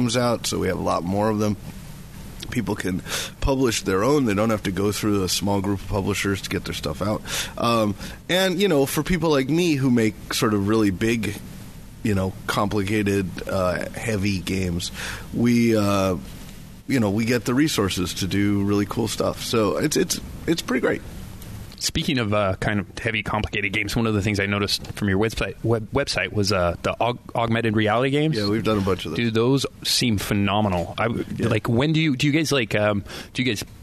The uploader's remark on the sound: This episode was recorded at Wizards Keep Games in Renton